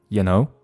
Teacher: 这个 y o u 实际上也是进行了弱读，它被读成了 ya y a 这样的感觉